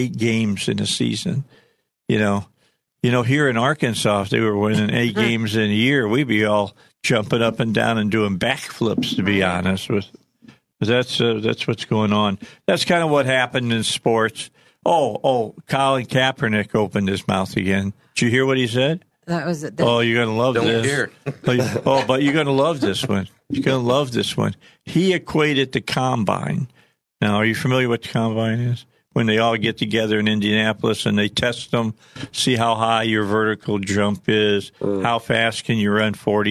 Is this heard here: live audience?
no